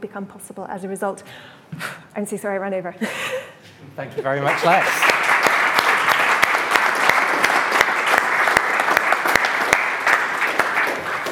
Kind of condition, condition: setting, live audience